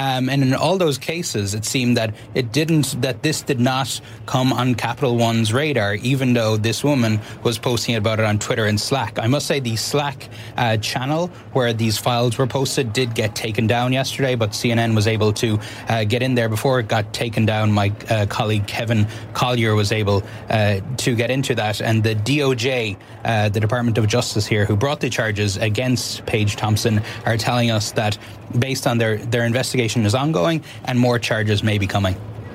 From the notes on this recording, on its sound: Live from the New York Stock Exchange.